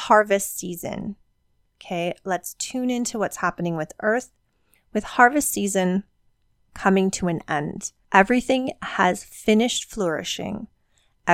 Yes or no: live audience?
no